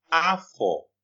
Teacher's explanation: It has a high tone and another high tone.